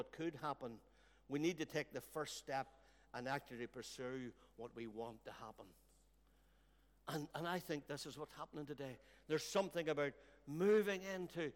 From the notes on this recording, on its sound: A recording from the Covenant service between the Journey Church Lisburn and Lisburn Christian Fellowship